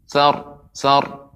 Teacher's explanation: Ra yang berada di akhir ketika wakaf maka dibaca dengan tebal ya tafkhim.